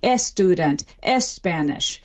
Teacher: they stick a vowel beforehand